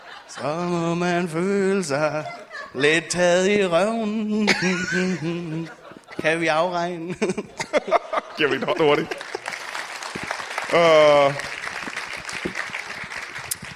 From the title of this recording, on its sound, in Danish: LIVE fra Skråen i Aalborg